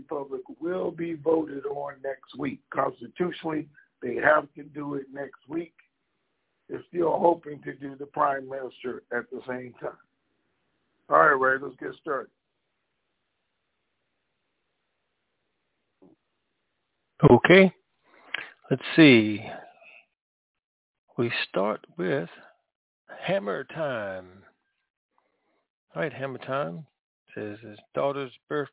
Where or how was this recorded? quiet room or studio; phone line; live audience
phone line